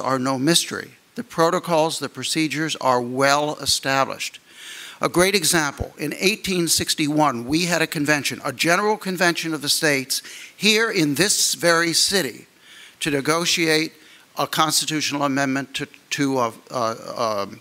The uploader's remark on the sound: addresses an audience of state legislators